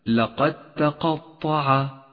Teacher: لقد تقطع يشترك حرف الدال مع حرف التاء بنفس المخرج ويختلفان ببعض الصفات، لذلك هو إدغام متجانس، والواجب هنا أن يسقط حرف الدال من اللفظ وأن تشدد التاء التي بعده، وذلك في حالة الوصل، أي هكذا لقد تقطع.